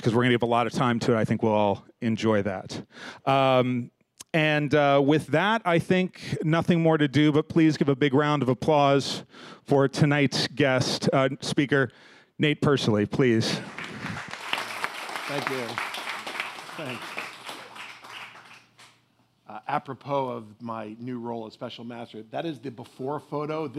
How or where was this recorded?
busy venue